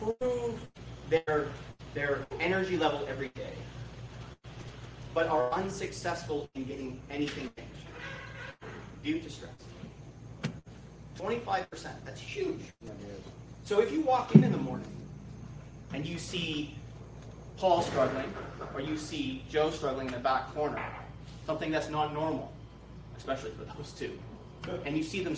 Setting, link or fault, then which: setting, live audience